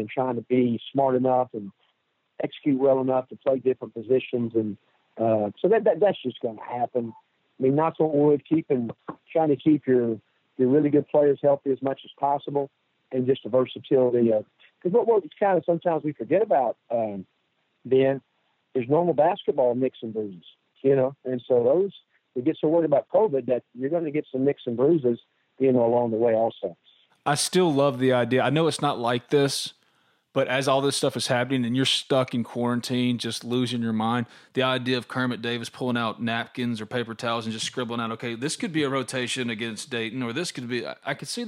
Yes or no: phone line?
yes